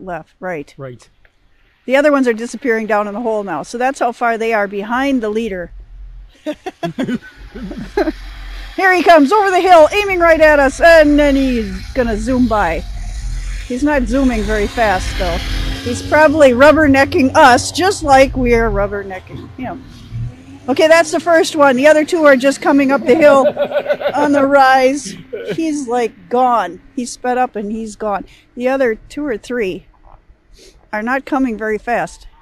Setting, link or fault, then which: setting, outdoors